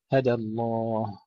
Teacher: ننتبه إلى تحقيق الدال قبل اللام المفخمة في لفظ الجلالة